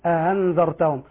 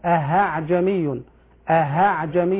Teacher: الهمزة المسهلة حرف فرعي يخرج من أقصى الحلق وهو مخرج الهمزة المحققة، وكذلك من الجوف وهو مخرج الألف · Shown in: first take